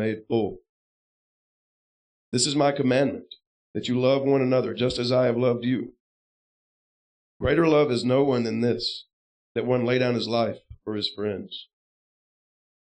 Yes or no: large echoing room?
yes